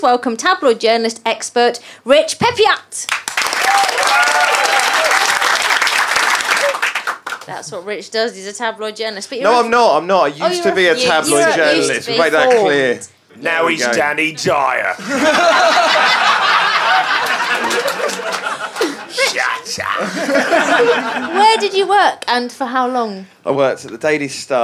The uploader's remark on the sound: Recorded at the Pleasance in Edinburgh